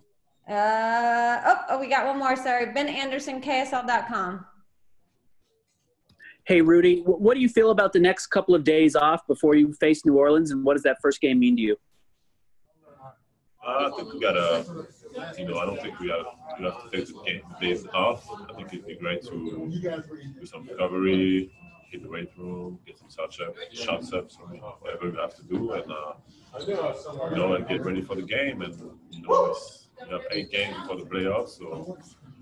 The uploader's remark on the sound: addressed the media via Zoom conference